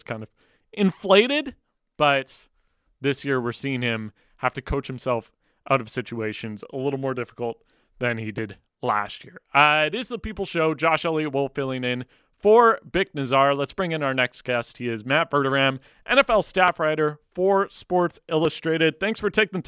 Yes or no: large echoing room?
no